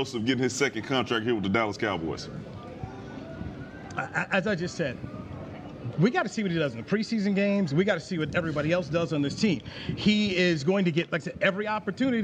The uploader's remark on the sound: checks in live from Dallas Cowboys training camp